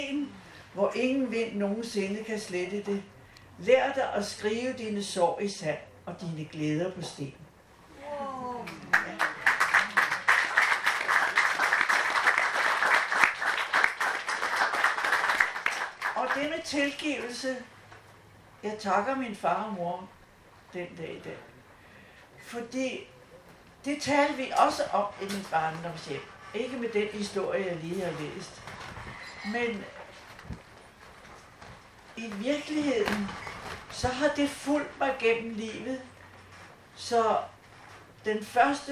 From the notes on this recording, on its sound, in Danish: live-optagelsen fra festivalåbningen